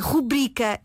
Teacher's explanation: Nós só temos em português a palavra rubrica sem qualquer acento no U e o seu acento tónico está na sílaba bri